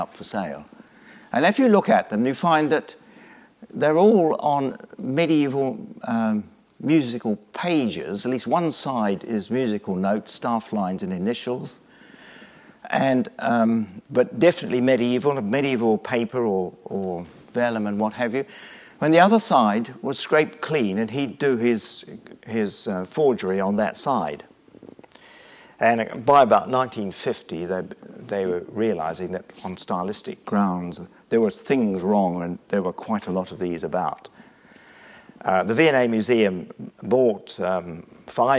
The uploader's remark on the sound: Lunch Hour Lecture on tour at the British Museum